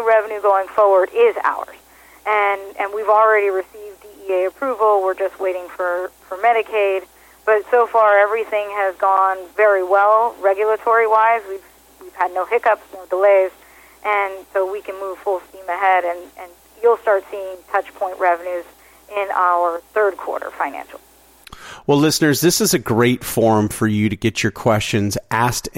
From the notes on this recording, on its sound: called in to SmallCapVoice.